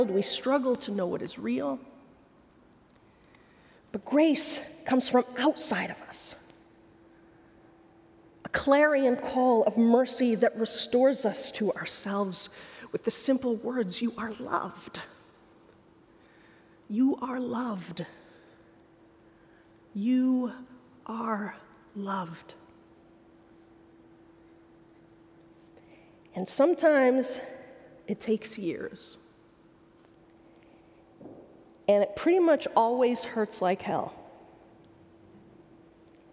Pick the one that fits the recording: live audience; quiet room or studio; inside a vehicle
live audience